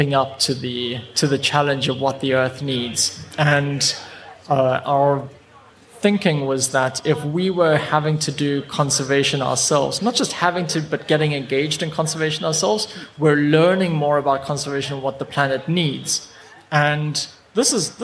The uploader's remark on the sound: Live from Global Bird Fair. We were lucky enough to grab a slot on the brand new Whinchat podcasting stage, sponsored by Swarovski Optik. The episode is dotted with soundscapes taken directly from the Swarovski rainforest.